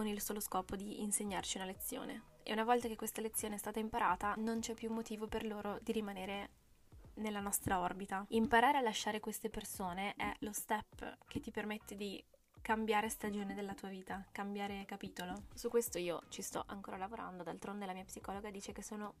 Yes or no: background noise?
yes